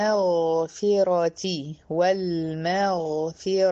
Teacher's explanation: حرفين مفخمين في الكلمة دي، حرف الغين وحرف الراء